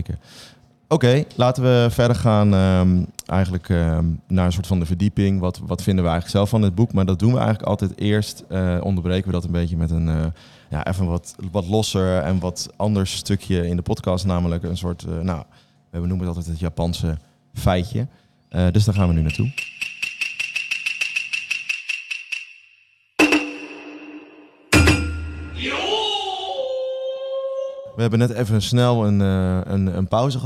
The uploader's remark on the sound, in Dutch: Namen we LIVE een nieuwe aflevering van Aap Noot Mishima op. Voor het eerst namen we LIVE een nieuwe aflevering van Aap Noot Mishima op.